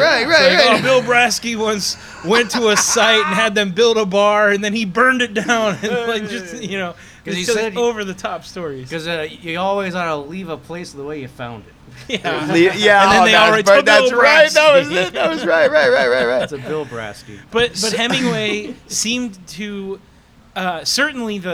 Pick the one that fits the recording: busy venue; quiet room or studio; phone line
busy venue